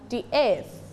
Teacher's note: ลิ้นต้องแตะหลังฟันบนปล่อยลมออกมานะคะเพราะว่าลงท้ายด้วย th